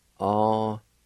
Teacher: the second part has a faint H sound right in front of the L-O